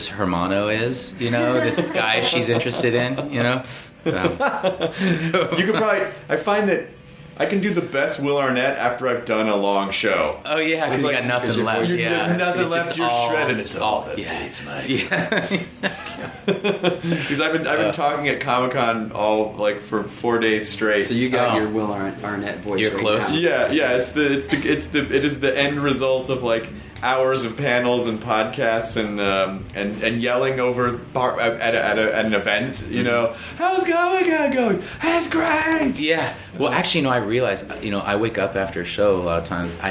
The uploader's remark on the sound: Recorded from the Belly Up Tavern in Solana Beach. They play some songs from their sound-check!